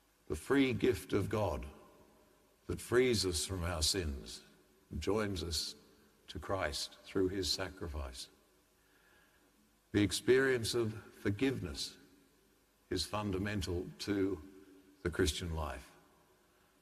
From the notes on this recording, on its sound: The homily from Sacred Heart Cathedral, Hamilton